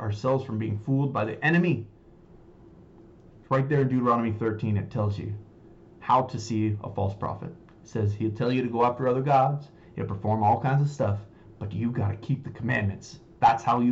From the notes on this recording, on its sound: Sorry about the sound we are having microphone trouble